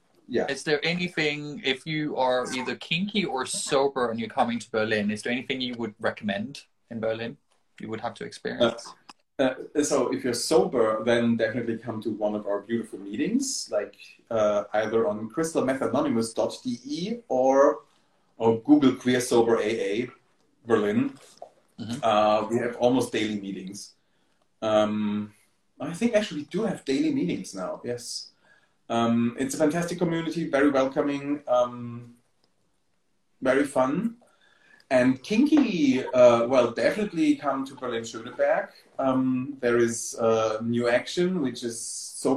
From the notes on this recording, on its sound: Recorded on 10 February 2023 on Instagram Live